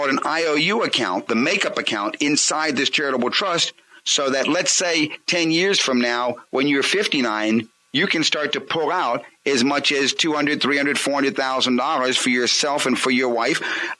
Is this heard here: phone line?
yes